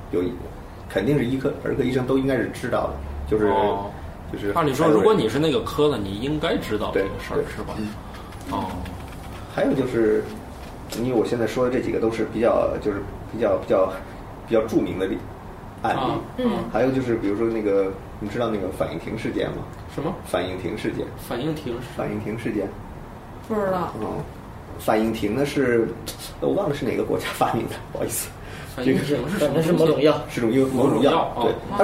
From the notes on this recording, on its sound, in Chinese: 本期节目为在张大妈办公区用录音笔录制，可能有街道上的杂音，请见谅。